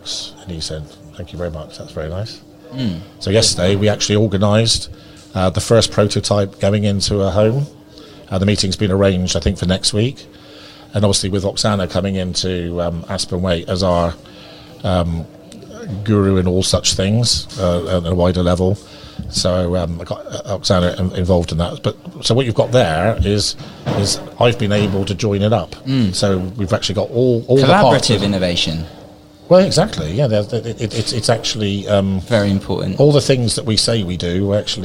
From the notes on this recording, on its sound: This week we are on the road bringing you a live broadcast from Donnington Valley Hotel.